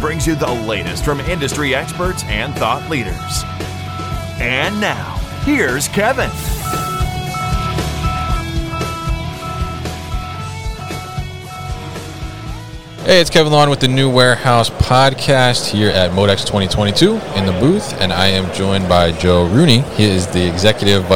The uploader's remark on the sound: Baker Industrial at MODEX 2022